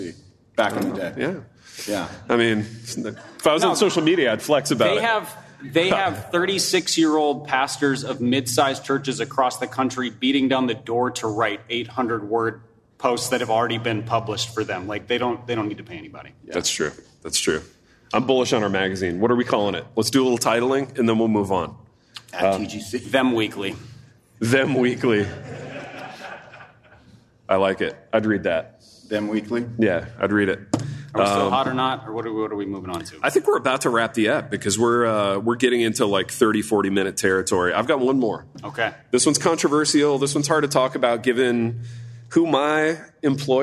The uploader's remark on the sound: In this LIVE episode of the Happy Rant, recorded at the First Baptist Church of Hurst, Texas